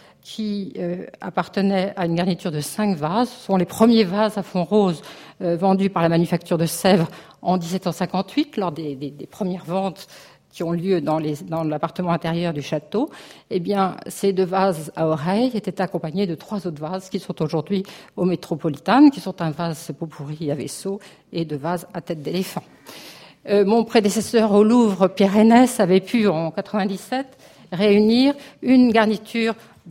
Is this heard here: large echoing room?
yes